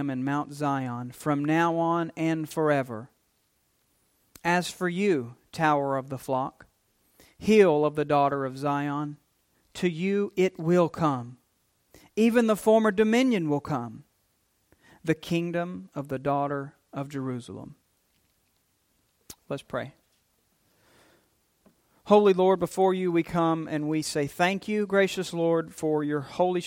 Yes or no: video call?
no